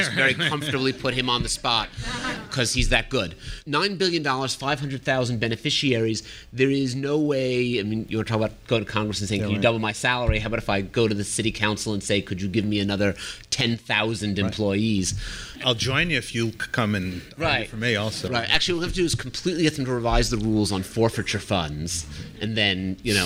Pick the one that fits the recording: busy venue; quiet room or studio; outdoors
busy venue